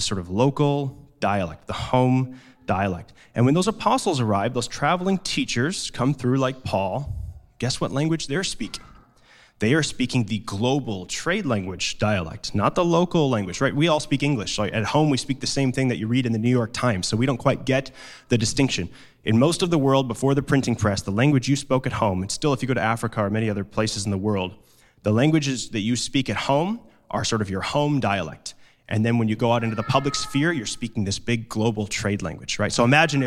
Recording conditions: large echoing room